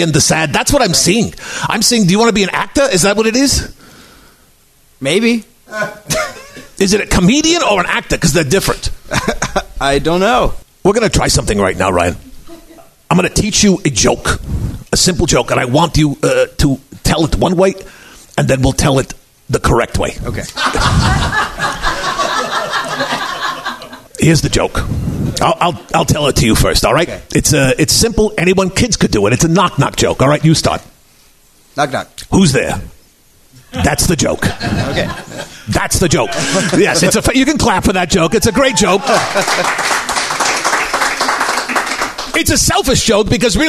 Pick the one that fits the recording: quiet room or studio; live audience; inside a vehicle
live audience